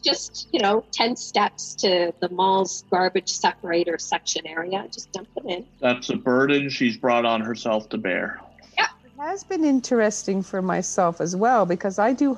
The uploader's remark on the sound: sit around the Zoom table